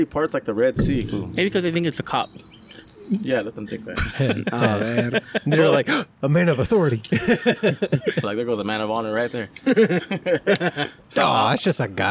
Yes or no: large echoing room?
no